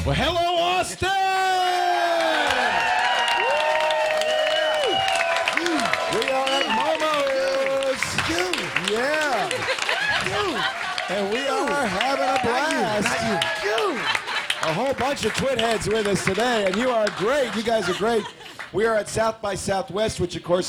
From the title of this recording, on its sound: Live From SXSW 2011